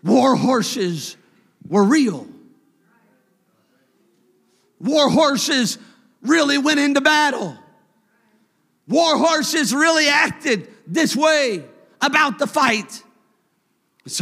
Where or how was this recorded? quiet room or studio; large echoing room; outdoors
large echoing room